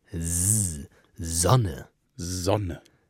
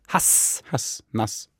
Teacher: Ja, ein stimmhaftes S ist oft am Anfang oder so. Nee, das stimmhafte S wird quasi mit der Stimme gebildet · Shown in: first take